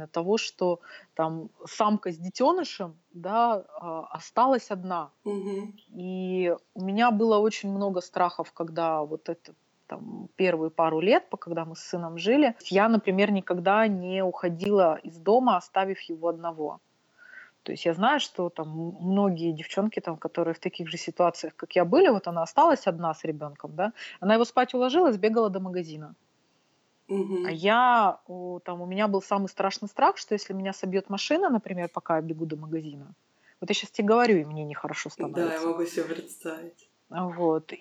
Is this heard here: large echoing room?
no